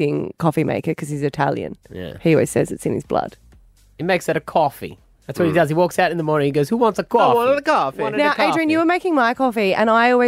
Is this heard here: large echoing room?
no